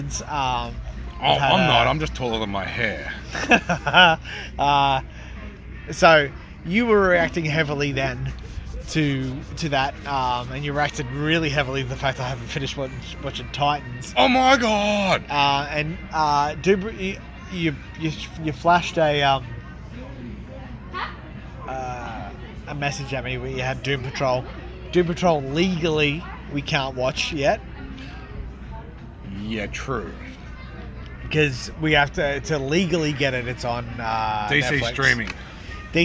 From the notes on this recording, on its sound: LIVE from outside